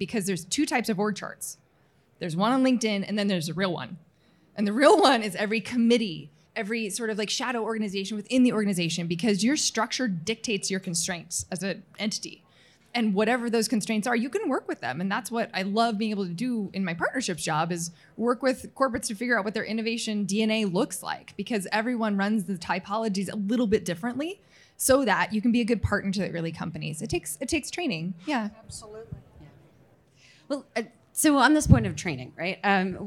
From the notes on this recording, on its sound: Recorded before a live audience at the 2022 OPTECH Conference & Expo in Las Vegas.